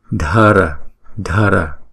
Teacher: Chữ D và chữ H ghép lại chúng ta đọc là d. D đọc nhẹ nhưng mà có âm bật d.